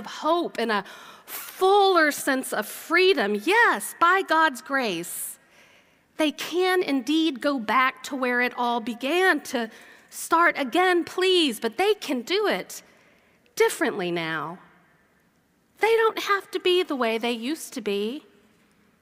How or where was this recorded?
large echoing room